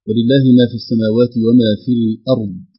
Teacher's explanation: الهمزة في كلمة الأرض مرققة